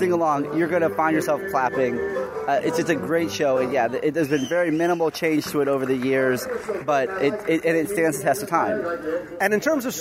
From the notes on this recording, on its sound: Recorded live in the park. Walt Disney World's Magic Kingdom - Frontierland.